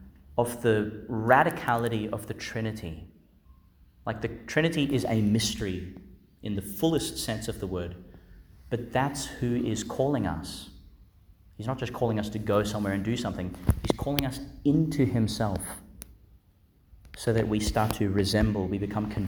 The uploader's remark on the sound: delivered in Our Lady Star of the Sea Catholic Church, Gladstone, Qld.